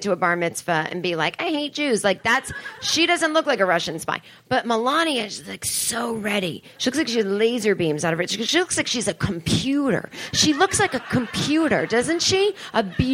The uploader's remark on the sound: This is an accidental live episode. On stage at the Hollywood Improv Lab. Talks to the crowd.